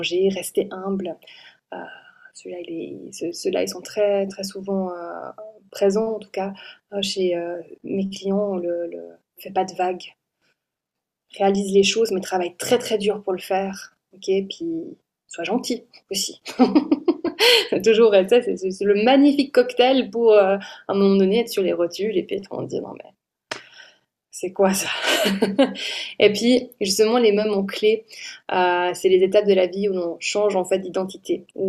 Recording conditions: video call